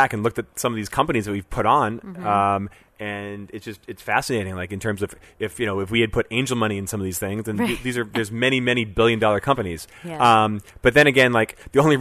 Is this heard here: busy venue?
yes